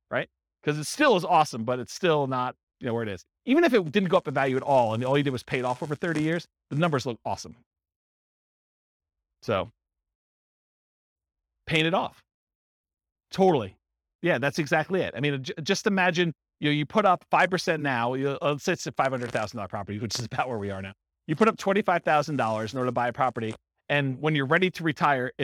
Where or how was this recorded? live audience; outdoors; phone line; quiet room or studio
live audience